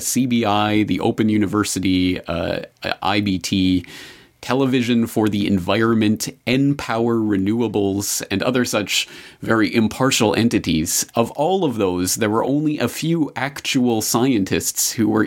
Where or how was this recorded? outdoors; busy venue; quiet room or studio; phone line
quiet room or studio